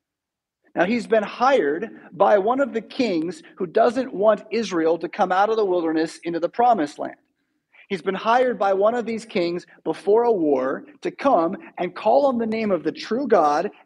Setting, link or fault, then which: setting, large echoing room